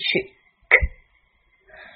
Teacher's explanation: 轻辅音，声带不振动，要送气出去